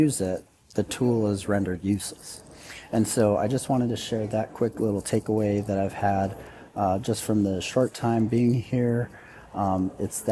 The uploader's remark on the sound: I brought my gear with me, and I’m recording live from ISTELive23.